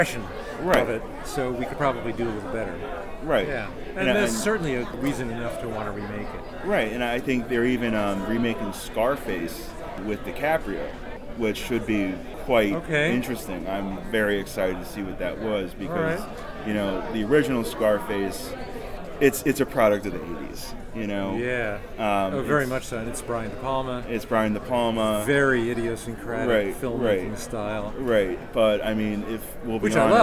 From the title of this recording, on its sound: Live From Pittsburgh's Horror Realm Con